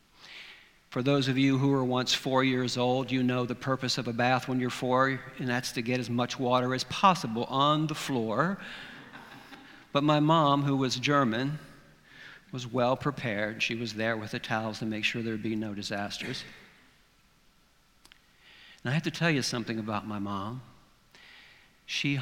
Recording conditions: live audience